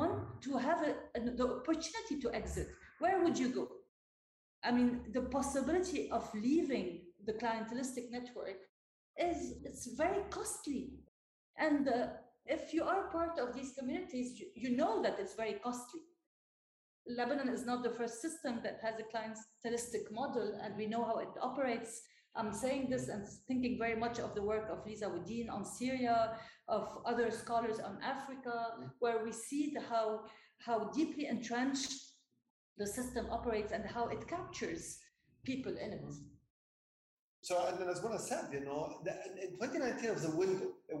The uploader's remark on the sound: We apologize for the lowered sound quality in this episode.